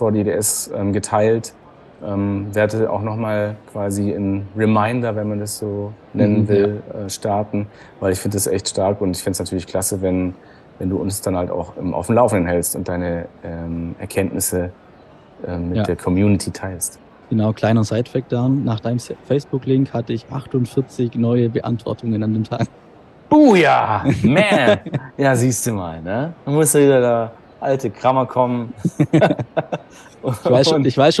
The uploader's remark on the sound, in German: Live auf der IDS 2023 in Köln